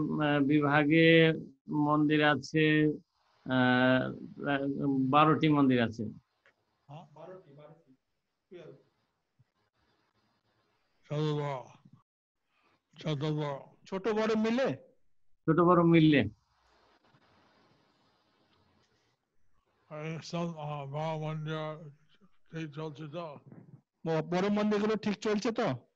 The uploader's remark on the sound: Zoom Session